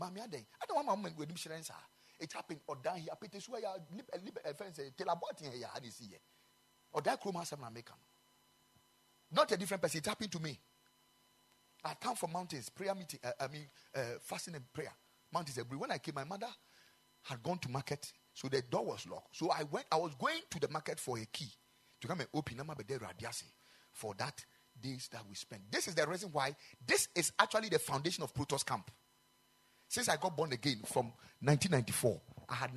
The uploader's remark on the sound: Preached at the Ekklesia Chapel